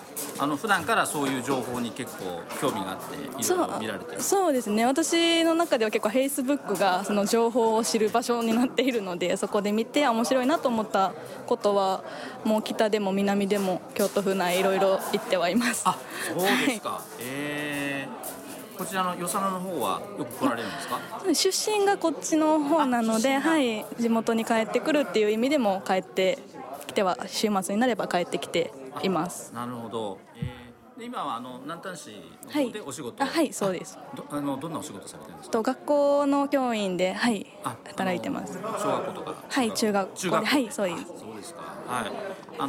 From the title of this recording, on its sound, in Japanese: ワークショップ収録